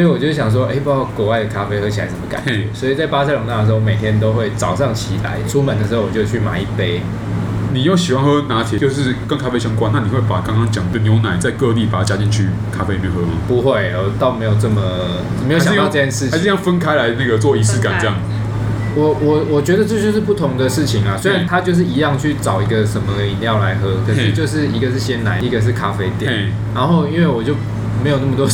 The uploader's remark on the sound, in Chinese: 本集白噪音指數：蚊風級 1/5。錄音地點： Wine Café。